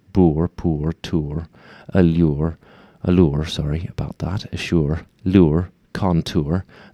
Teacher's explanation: The oor sound of cure, you get oor, not or